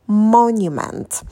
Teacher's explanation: «М» чуть-чуть растягиваем, потом краткий «о».